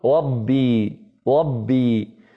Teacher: إذا قال مثلا ربي تسمعه يقول ربي ربي ولا يلمس لسانه الحنك الأعلى · Term: لذغ